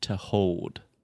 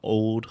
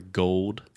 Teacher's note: to hold can be difficult pronunciation for a lot of Brazilians because it has the O, the dark L sound